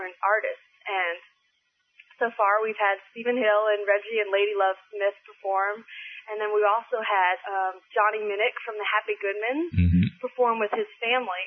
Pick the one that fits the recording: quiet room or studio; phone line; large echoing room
phone line